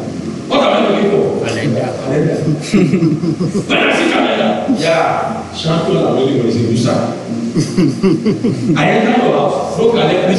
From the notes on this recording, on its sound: Covenant Champions Global Assembly Live Service